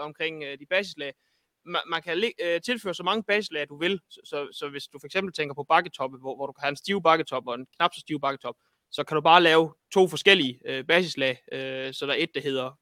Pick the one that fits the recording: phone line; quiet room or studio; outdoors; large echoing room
outdoors